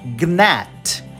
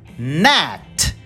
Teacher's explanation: Suprime o som da letra G e vamos direto para o N. · Shown in: second take